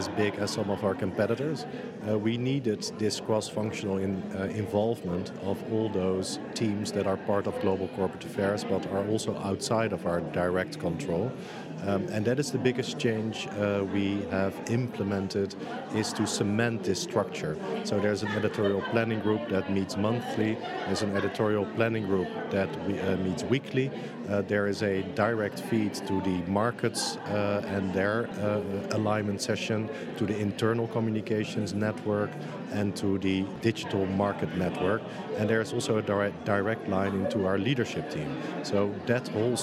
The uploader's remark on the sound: The second of two episodes recorded in partnership with PRWeek UK at their PharmaComms conference in London where we chatted with a number of speakers from the event.